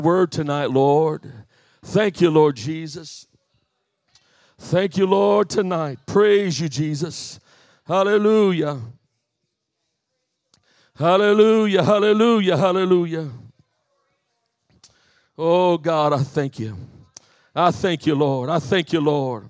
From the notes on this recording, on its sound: This message was recently preached at my home church, "The Pentecostal Church" of Harvey, IL.